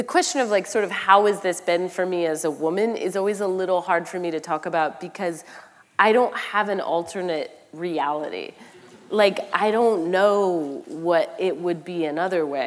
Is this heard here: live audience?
yes